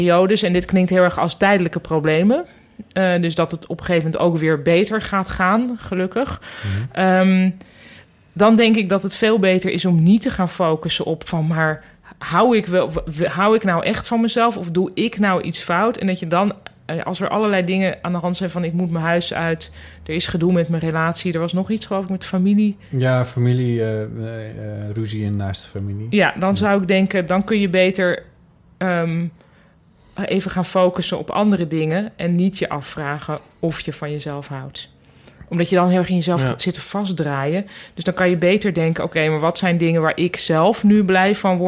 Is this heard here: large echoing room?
no